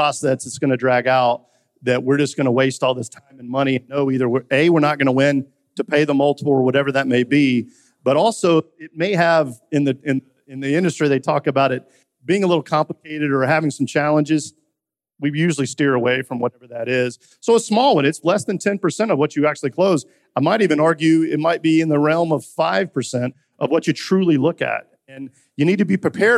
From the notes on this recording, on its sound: live from the Future of Supply Chain Conference in Northwest Arkansas